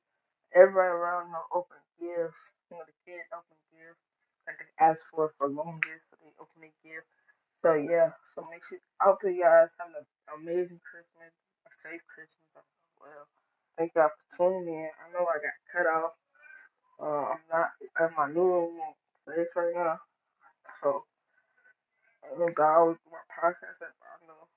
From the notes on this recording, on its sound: Error in the show because the audio